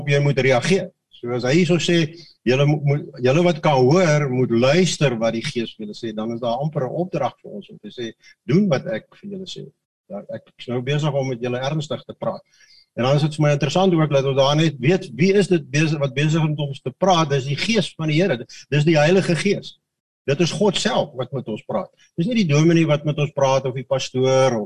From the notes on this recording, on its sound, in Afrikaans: Manne van die Woord Zoom Byeenkoms.